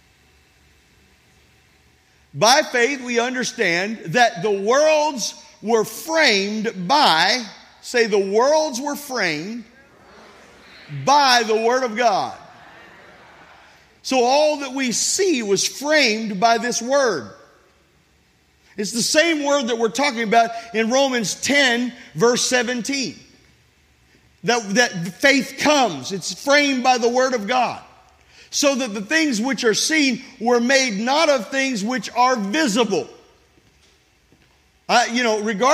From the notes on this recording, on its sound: This sermon was recorded at Family Worship Center in Florence, SC on Sunday, July 23, 2023.